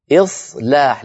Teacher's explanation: لابد من ترقيق اللام بعد التفخيم صاد، فلا نقول إصلاح، قل إصلاح لهم.